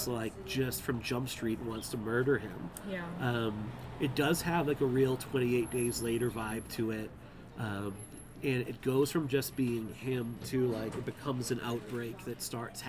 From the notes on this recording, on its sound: Dispatches From TELLURIDE HORROR SHOW. We snagged some coffee and breakfast burritos while taking in the mountain air.